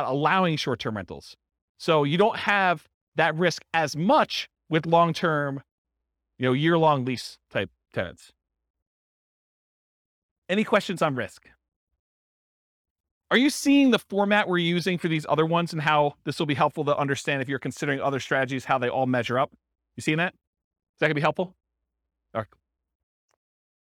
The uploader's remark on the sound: This was a live class recorded